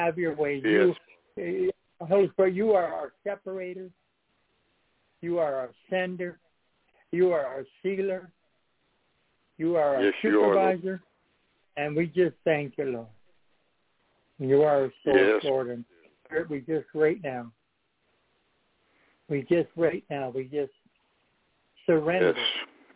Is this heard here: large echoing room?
no